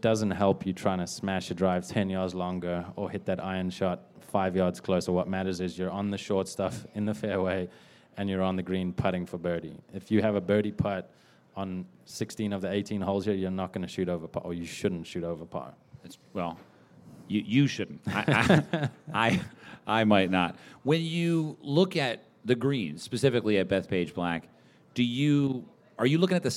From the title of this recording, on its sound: LIVE from the Chase Sapphire Cardmember Club